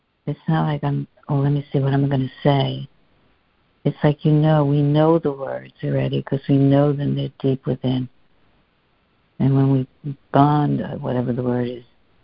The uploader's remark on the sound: CONF CALL. Students are joining together on a Free Conference Call to study A Course of Love [ACOL].